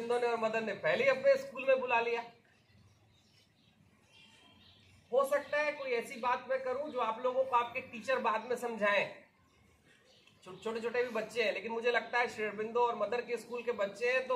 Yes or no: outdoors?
yes